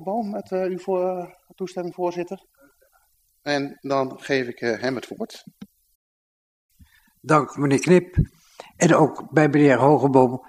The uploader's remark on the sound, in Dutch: Beeldvormende vergadering (Raadzaal)